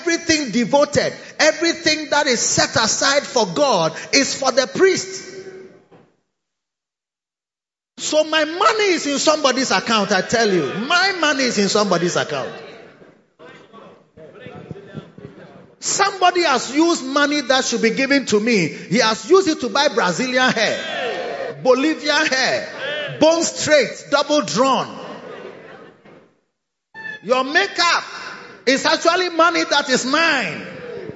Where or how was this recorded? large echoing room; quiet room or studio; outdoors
large echoing room